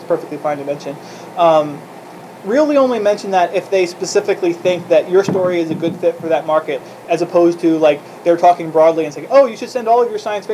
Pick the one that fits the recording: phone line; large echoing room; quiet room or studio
large echoing room